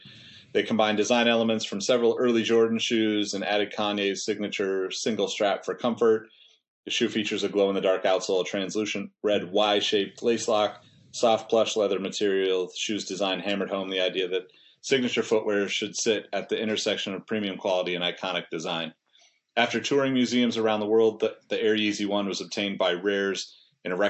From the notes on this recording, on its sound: Livestreamed with StreamYard. Recorded on Riverside.